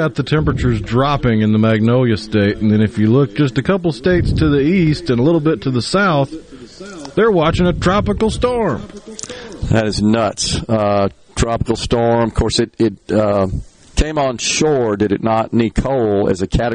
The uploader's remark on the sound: LIVE from The Two Mississippi Museums for their Veteran's Day festivities